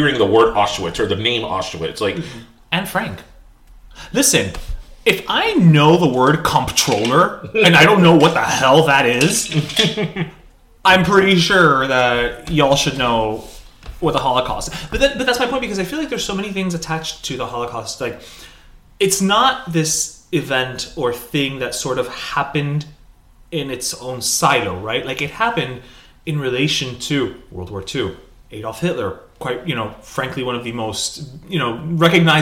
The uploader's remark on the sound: Did we record this ep in a cave.